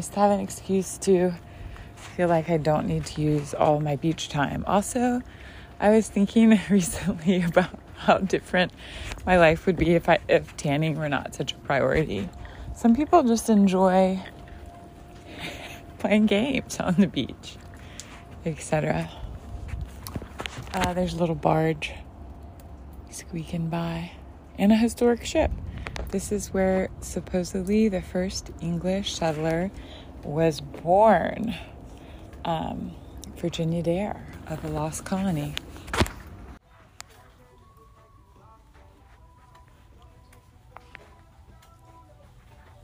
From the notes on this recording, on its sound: FIELD RECORDING: LABOR DAY COOKOUT